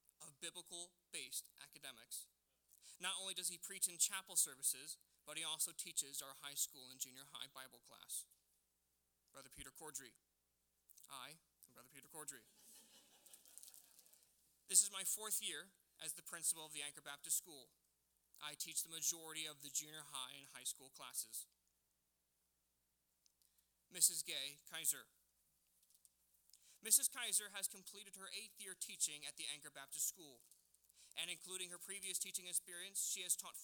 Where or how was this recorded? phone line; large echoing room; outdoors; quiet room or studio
large echoing room